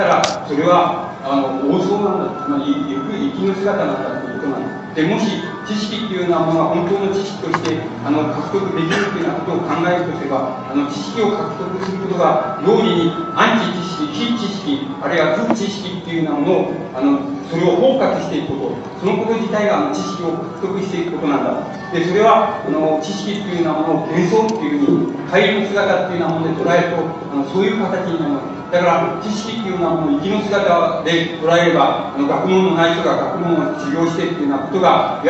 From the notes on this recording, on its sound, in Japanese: 音質：２。場所：上智大学 521番教室。連続講演会における最終日の講演。声が若干遠く聞こえ、 ところどころノイズが入っており 背景に会場周辺の音楽が聞こえる。討論部分は途中でテープが切れる。